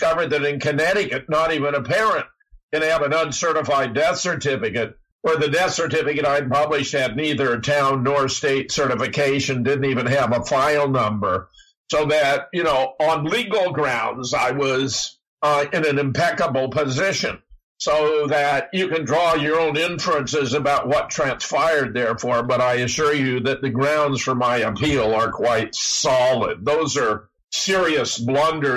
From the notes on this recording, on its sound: nevermind the audio clipping